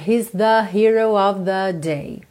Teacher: o … canta esse the mais puxado para um ozinho